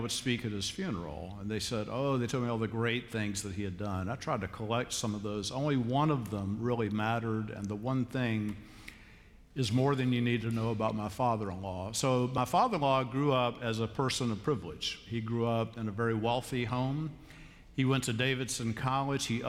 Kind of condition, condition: setting, large echoing room